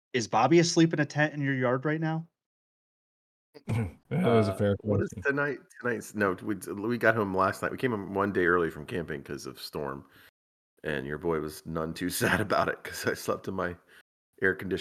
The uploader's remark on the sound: Half the audio went missing, we barely edited.